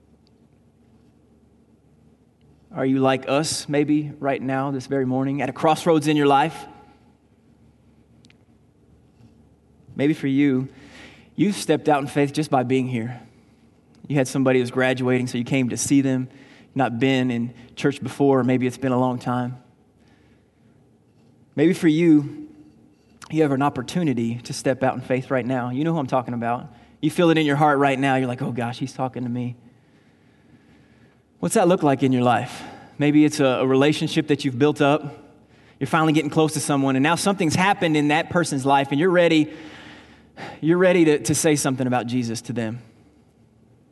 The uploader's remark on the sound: Recorded on May 19, 2019 at Graceland Baptist Church in New Albany, Indiana.